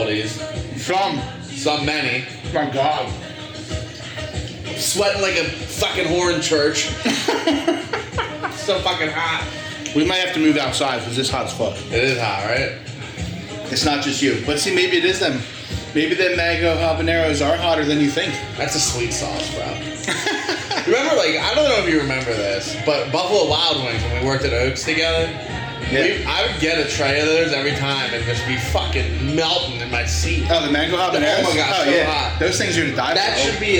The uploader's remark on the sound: We did a thing...live from TimeOut sports bar in Skippack...and of course...we had technical difficulties.